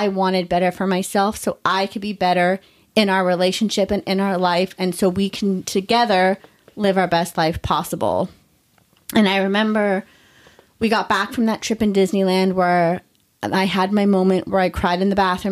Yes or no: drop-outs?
no